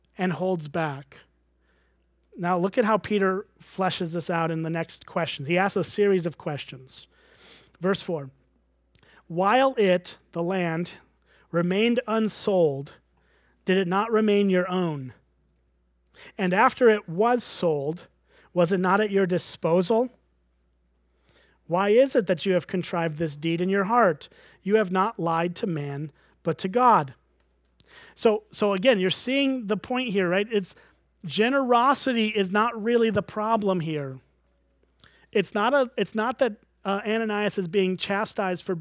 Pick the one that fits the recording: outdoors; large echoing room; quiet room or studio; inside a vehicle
large echoing room